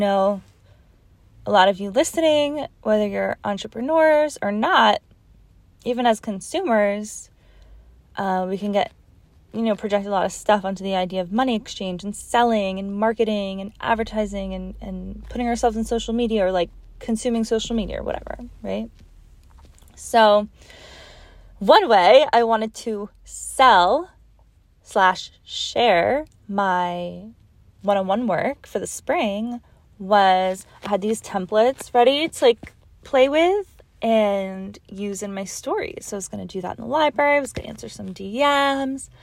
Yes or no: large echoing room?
no